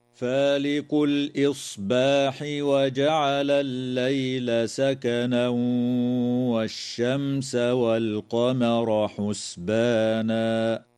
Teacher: يدغم التنوين في الواو مع الغنة في قوله تعالى: سكنا والشمس، وتظهر الميم الساكنة في كلمة والشمس